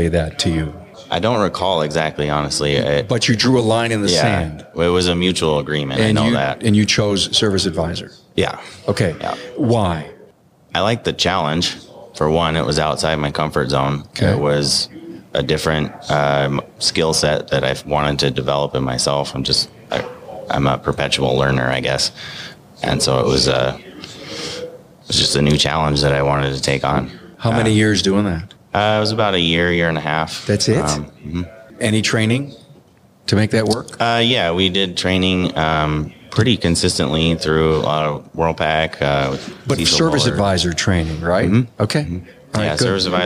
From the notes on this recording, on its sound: This interview takes place at the ASA Colorado Summit in January 2020. Recorded in the lobby of the Lincoln College of Technology in Denver.